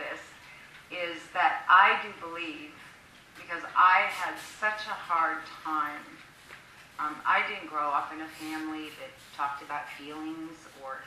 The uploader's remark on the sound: recorded during Philadelphia’s QFest (Queerfest)